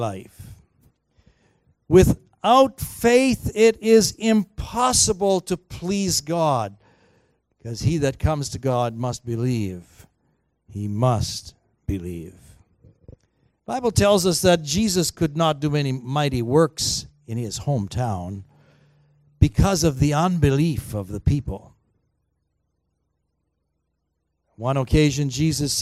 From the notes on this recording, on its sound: Recorded on July 7, 2019 at THRIVE Church Vancouver, Canada